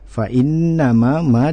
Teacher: Fa innama ma di situ ada alif, maka bacaan kita harus dipanjangkan dua harokat ya.